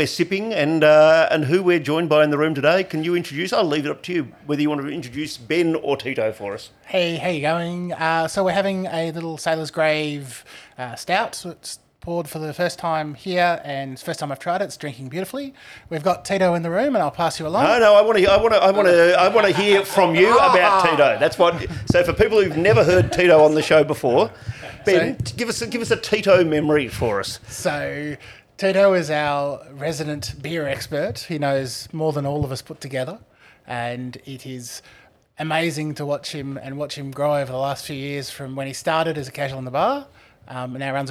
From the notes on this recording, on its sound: out on the road visiting old friends at Carwyn Cellars and new ones at Nubilum Distilling in Kensington.